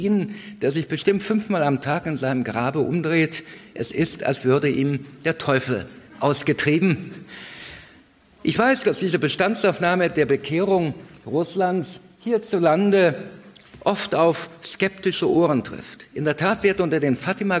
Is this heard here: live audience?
yes